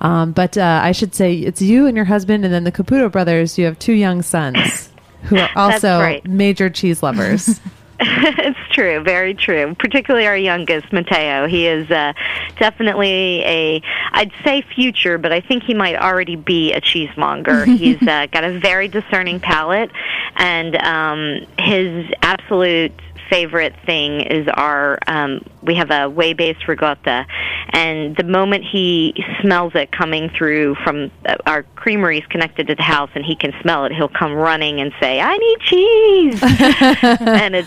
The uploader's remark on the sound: on the phone